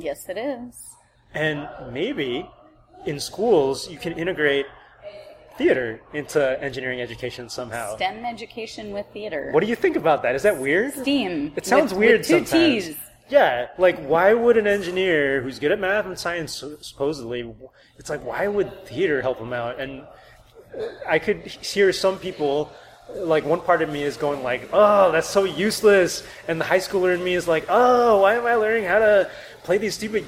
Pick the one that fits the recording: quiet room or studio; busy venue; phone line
busy venue